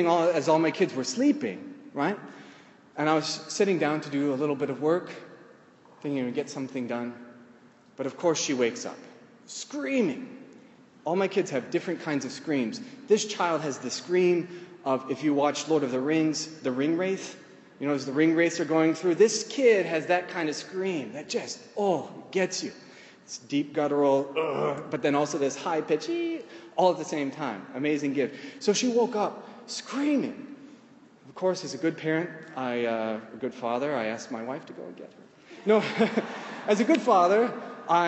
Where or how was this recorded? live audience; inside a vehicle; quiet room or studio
live audience